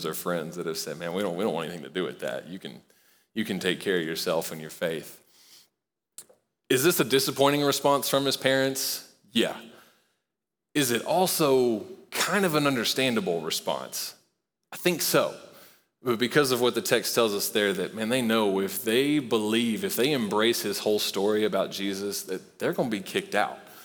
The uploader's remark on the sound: Recorded live at Long Hollow Church.